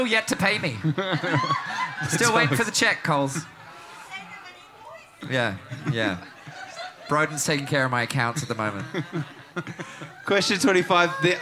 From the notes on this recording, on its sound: Recorded at The Corner on our May Tour!